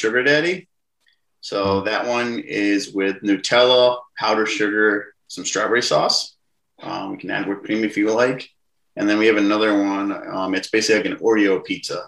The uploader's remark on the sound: Recorded Live on Zoom